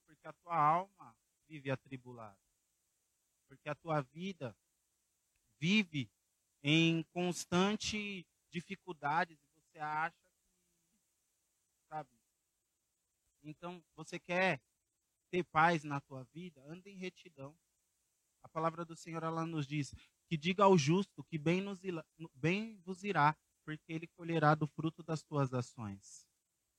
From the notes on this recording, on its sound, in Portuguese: Programa gravado no dia 21/07/2023, na Praça do Campo Limpo, em São Paulo.